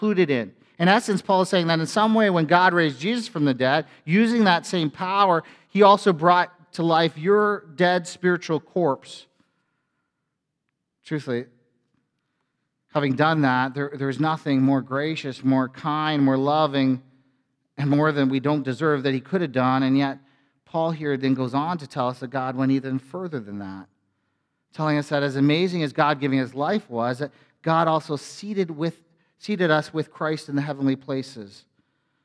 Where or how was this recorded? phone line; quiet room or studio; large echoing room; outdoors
large echoing room